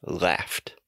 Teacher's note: in the word laugh, all we do is put a T sound at the end. So in the past, we say laughed.